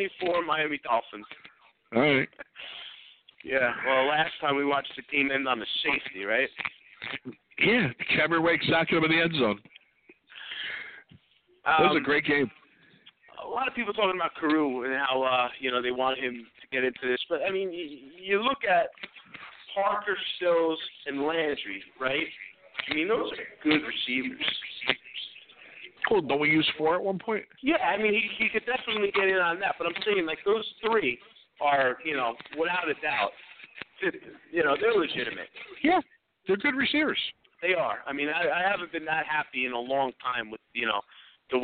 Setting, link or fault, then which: setting, busy venue